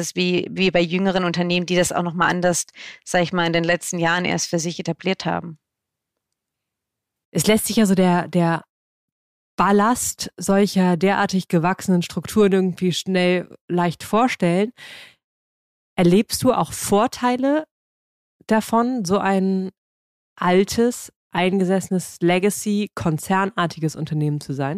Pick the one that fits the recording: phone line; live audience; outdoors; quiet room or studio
quiet room or studio